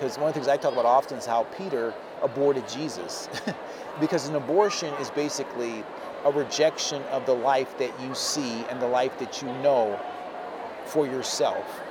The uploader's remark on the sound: This special episode of CareCast was recorded live at Care Net's 2023 National Conference in Mobile, Alabama.